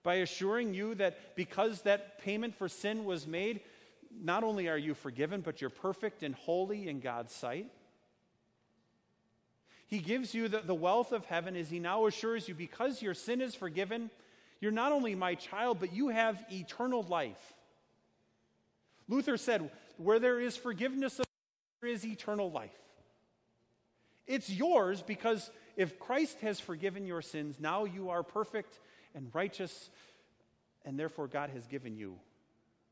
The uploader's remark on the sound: A sermon preached on Sunday, August 18, 2019, at Our Savior Lutheran Church in Birmingham, AL.